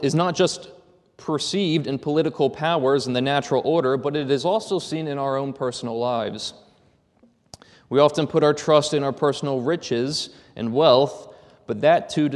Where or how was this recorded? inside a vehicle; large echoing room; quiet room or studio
large echoing room